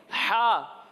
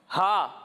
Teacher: جب ہم ہا کی ادائیگی کریں گے تو اسے ہم حلق کے درمیان حصے سے پڑھیں گے · Shown in: first take